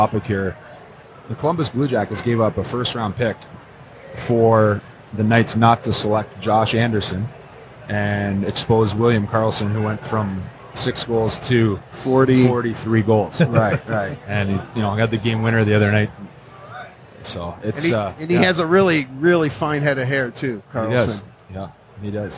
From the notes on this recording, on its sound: Live from Motor City Comic Con